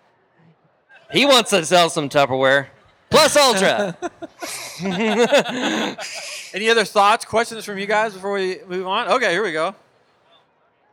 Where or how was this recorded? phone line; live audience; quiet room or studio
live audience